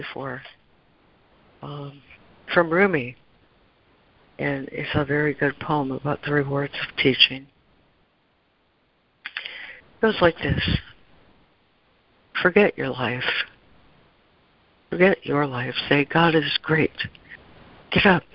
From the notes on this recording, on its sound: ACIM Daily Conference Call.